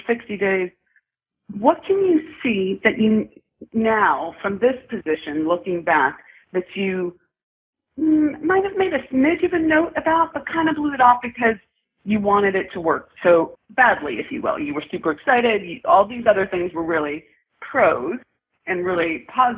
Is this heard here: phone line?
yes